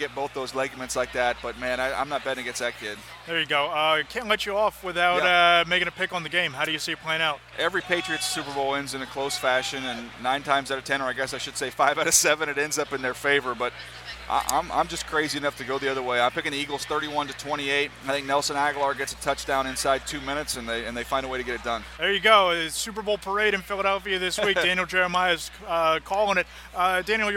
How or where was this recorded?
busy venue